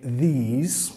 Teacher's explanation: TH sonora, saca la lengua, muérdela suavecito